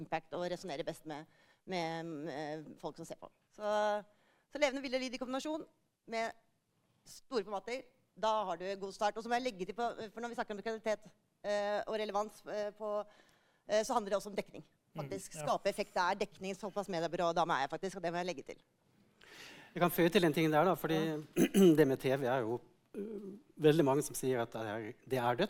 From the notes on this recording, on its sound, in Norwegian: Live på Merkevaredagen 2022.